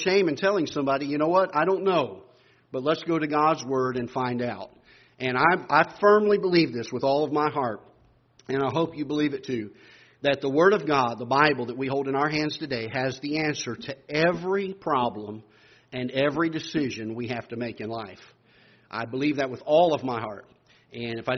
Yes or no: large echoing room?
yes